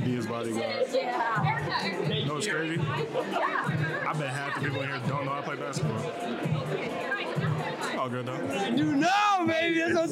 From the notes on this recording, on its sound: Recorded at Eskimo Joe's on Wednesday, December 13, 2023.